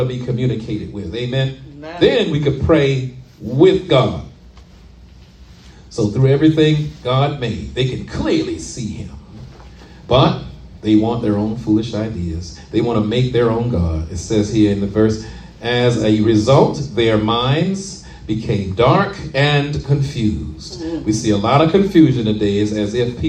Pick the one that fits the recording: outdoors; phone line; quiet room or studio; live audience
live audience